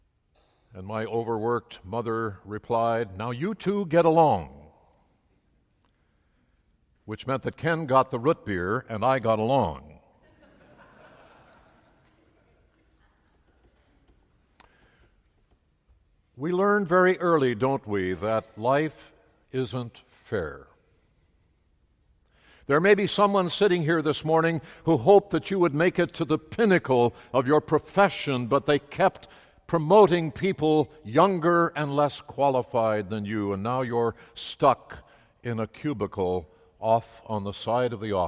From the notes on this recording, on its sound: Message was delivered in the Traditional Worship service